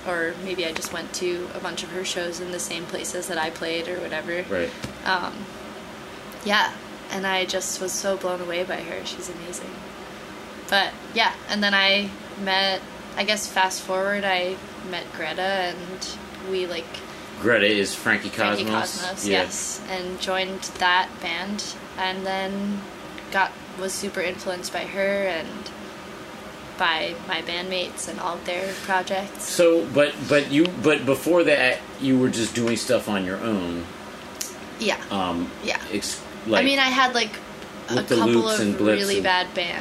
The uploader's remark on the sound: While on tour together. Get together in Boston, backstage at the Sinclair, for a talk.